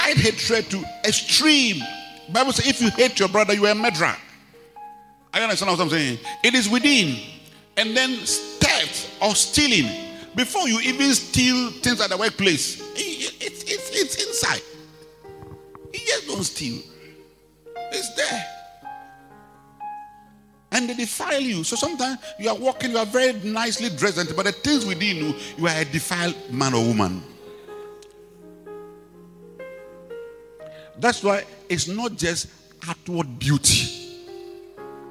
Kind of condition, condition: setting, large echoing room